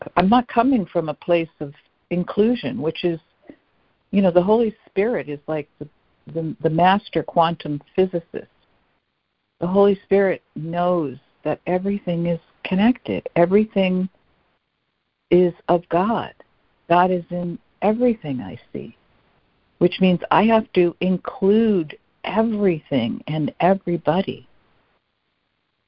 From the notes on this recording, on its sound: ACIM Daily Conference Call